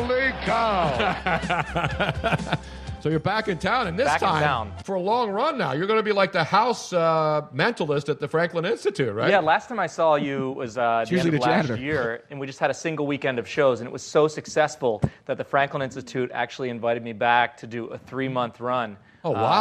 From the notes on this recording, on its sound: The live audience at Comedy Sports Theatre. A live call in from the owner of Nicks Place in Houston, Texas.